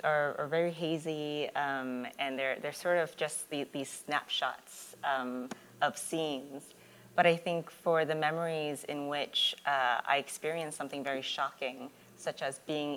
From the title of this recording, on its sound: LIVE Episode!